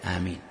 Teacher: يمد الألف ويخفف الميم مكسورة غير مشددة آمين، وأيضا يمد بها صوته.